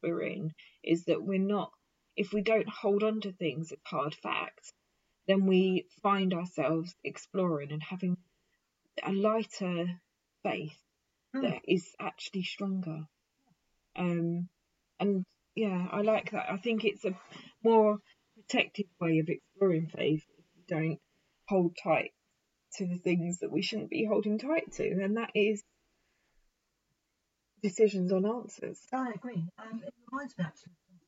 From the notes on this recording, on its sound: sorry poor sound quality